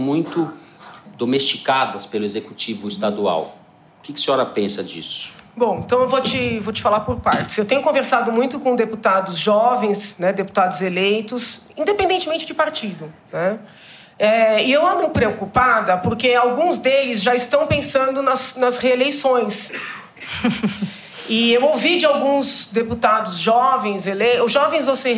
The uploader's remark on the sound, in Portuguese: Ao vivo no Festival